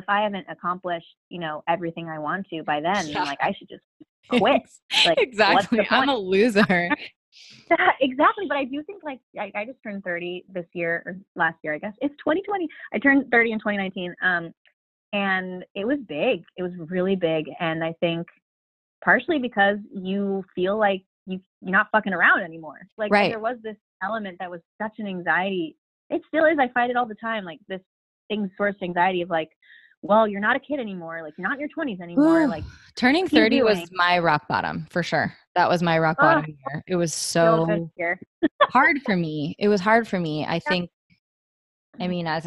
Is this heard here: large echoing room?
no